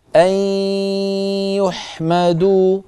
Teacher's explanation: أن نخرج ياء من الفم وغن من الخيشوم في آن واحد